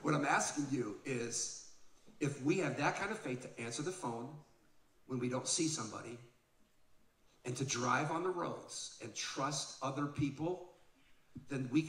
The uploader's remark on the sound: Live Podcast From Oregon.